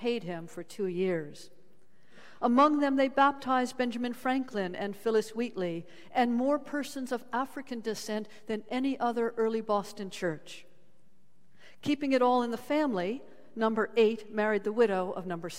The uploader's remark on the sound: Sermons from Old South Church in Boston